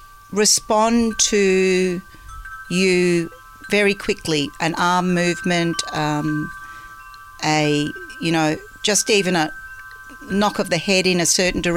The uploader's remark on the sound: We sat on the deck at Sutton Grange Farm with their kelpie and a pot of tea